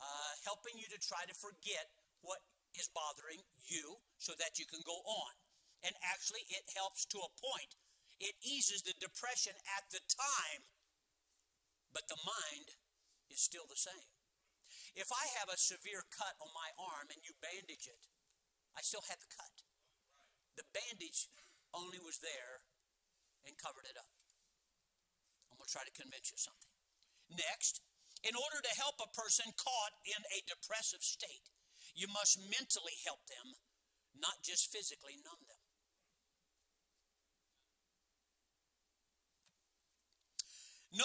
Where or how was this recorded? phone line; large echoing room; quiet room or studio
large echoing room